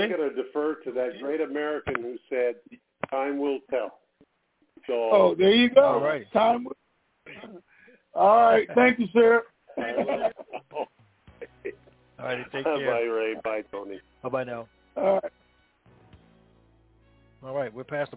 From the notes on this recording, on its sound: TNTSuperfantastic Conference Call